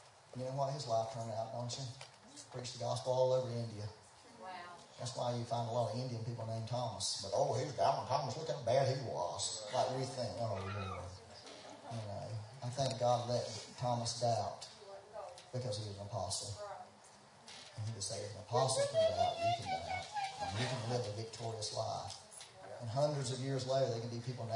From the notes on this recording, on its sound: We had some technical difficulties so the sound is not the best quality but is better than nothing.